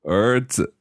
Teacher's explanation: So, 儿子, that's going up. 儿 is second tone. 儿子. Neutral tone.